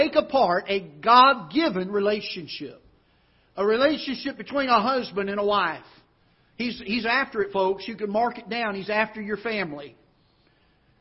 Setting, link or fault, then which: setting, large echoing room